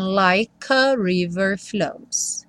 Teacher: o like não vai ter o E pronunciado, e aí o K já junta no A do a river